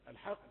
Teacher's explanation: الحاء رقيقة والقاف مفخمة